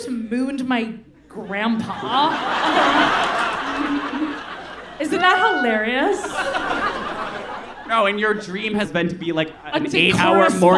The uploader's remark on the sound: Live from New York—it's our sold out show at the Bowery Ballroom!